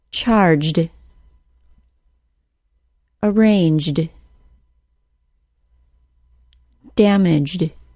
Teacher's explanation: Since the J sound is voiced and an ED ending added to it will be pronounced as a D sound